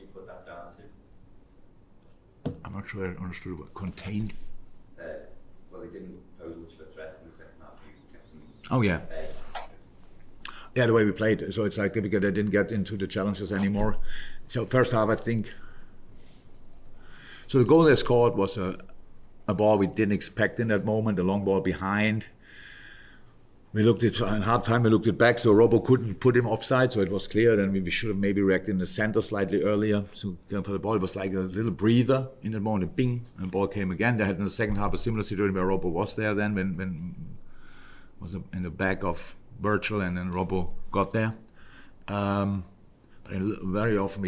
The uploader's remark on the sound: Post-match press conference. At Anfield. LFC Press Conference.